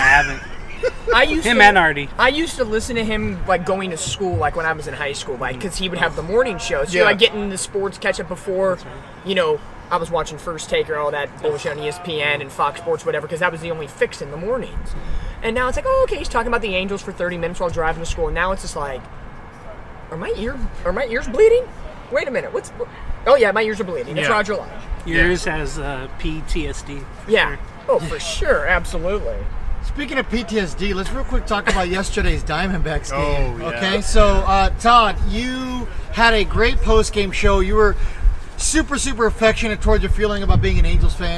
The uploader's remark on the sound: Replay of the live from the Tailgate.